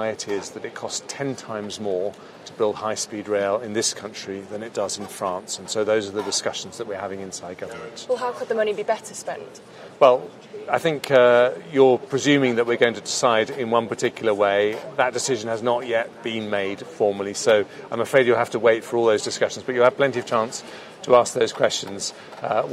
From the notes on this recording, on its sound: on the sidelines of the Conservatives Party Conference in Manchester